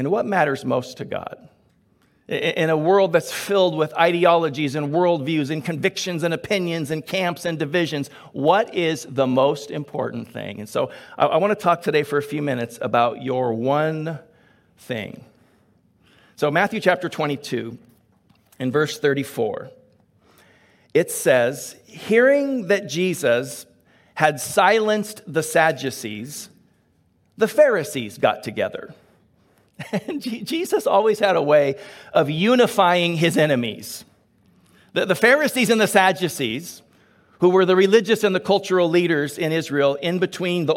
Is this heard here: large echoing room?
yes